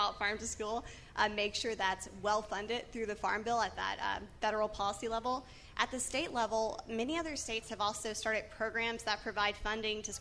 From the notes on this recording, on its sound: This week features a panel discussion I moderated last week at Busboys and Poets in Hyattsville.